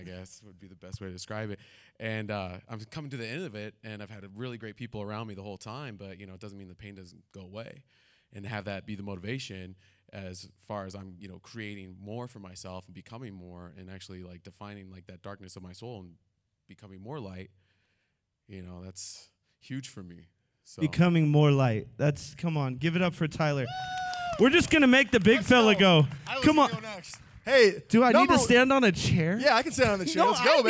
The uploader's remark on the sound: During the 2021 TFP Summit we went live with this exclusive podcast episode.